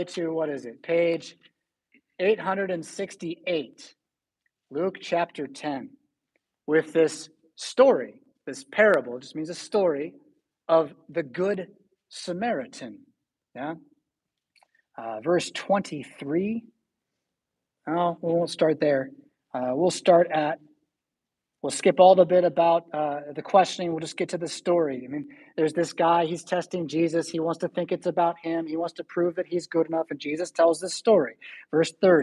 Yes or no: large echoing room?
yes